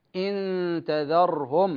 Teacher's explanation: هنا إخفاء النون مع التاء، إن تذرهم هكذا